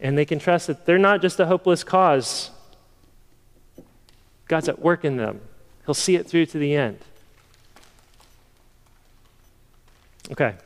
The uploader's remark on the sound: Sermon preached at the October 2022 meeting of Evangel Presbytery.